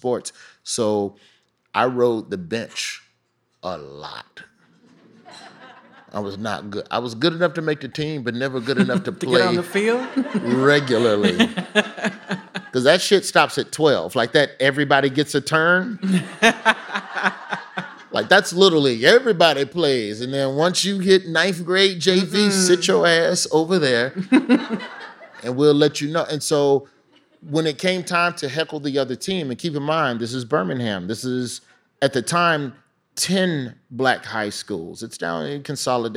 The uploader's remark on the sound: Design Matters Live Tour